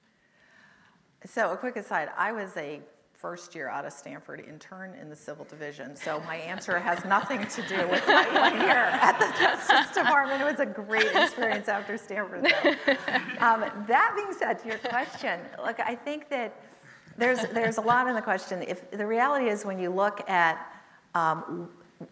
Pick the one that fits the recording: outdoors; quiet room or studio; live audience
live audience